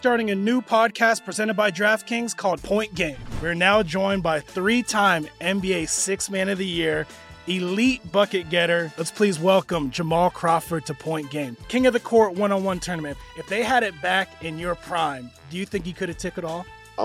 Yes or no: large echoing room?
no